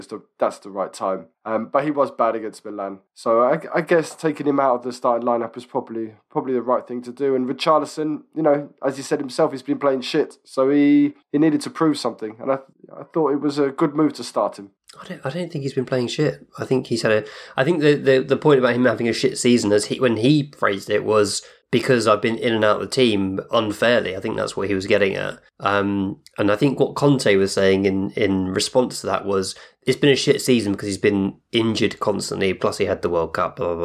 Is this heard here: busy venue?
no